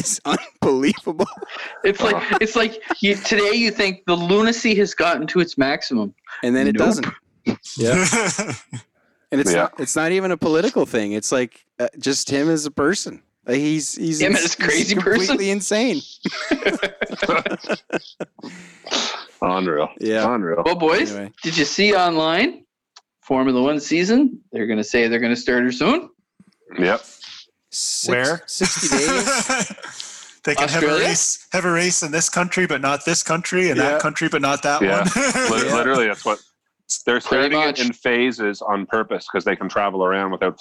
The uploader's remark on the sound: The guys call in to each other from home.